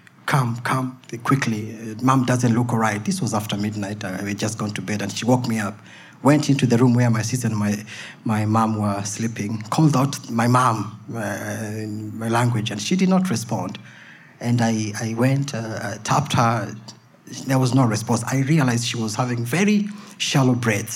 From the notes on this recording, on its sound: SPUN: True Stories Told in the Territory is a live storytelling event that showcases some of the extraordinary people and stories that make up the Northern Territory.